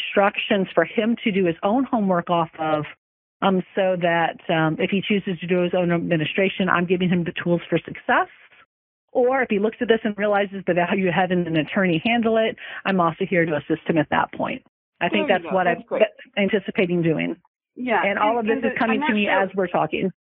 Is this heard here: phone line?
yes